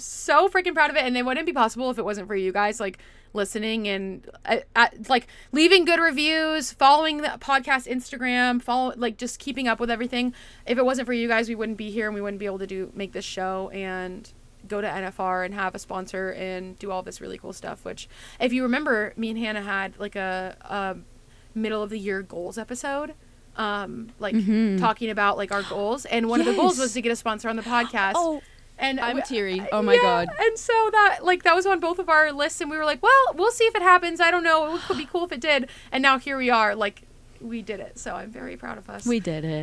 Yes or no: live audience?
no